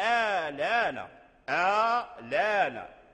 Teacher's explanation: حذف الهمزة الثانية ونقل حركة اللام